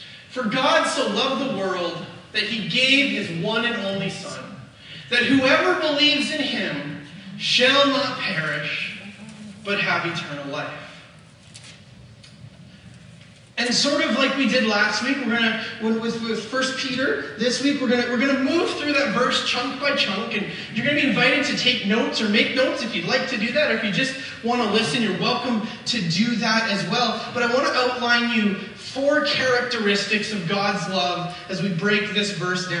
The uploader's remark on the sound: We apologizefor the poor audio quality for this weeks message, we had some interruptionsin our usual recording process and they will be fixed for next week.